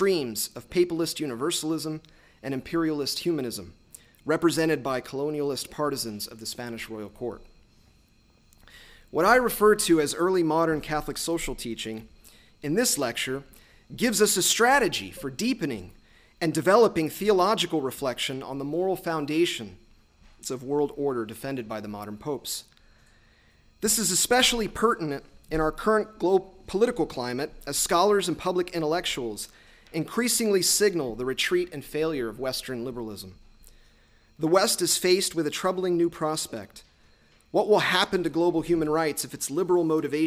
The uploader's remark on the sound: lectures on April 5, 2018 at the University of Chicago's Swift Hall